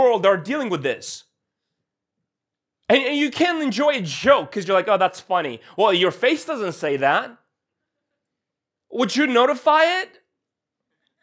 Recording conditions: large echoing room